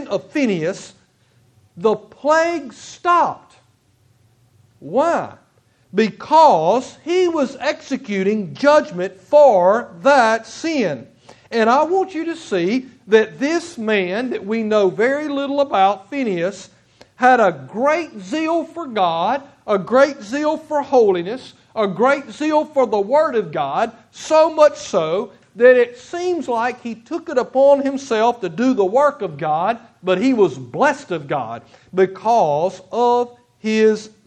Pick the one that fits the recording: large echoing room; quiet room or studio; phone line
large echoing room